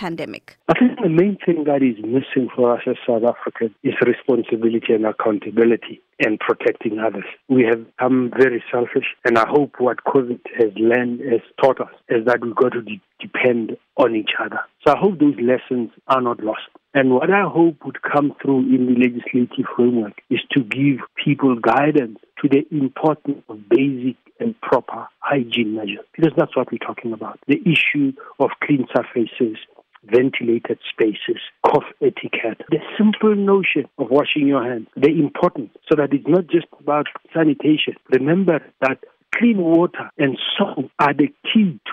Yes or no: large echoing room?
no